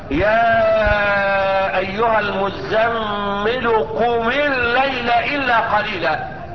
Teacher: فالميم في قوله تعالى قم ساكنة، ولكنها حركت بالكسر تخلصا من التقاء الساكنين